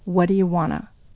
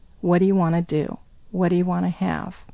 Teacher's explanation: You can put that together with want to. What do you want to would be naturally pronounced as what do you wanna? · Term: reduced forms